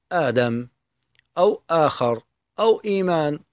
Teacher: ويمد بمقدار حركتين على رواية حفص عن عاصم بن أبي النجود · Term: مد البدل